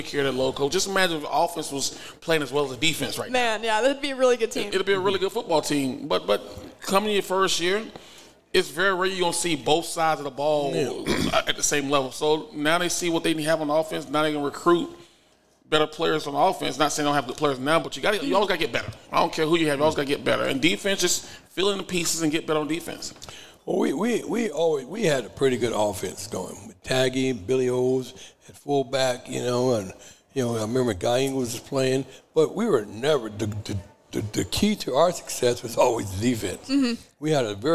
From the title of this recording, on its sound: Live at Hurrdat Sports Bar & Grill